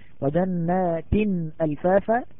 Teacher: النون حرف غن مشدد الحكم هو الغنة بمقدار حركتين